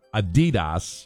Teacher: with the emphasis on the second syllable